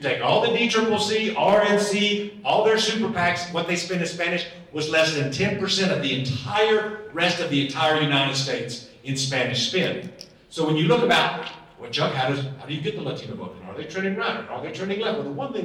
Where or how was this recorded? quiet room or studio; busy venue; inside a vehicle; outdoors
busy venue